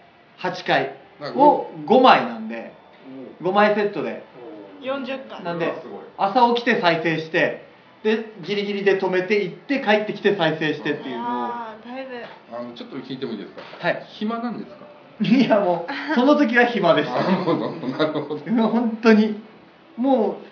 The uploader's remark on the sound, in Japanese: 鹿児島公開収録編。SHOWROOMでも同時配信の回！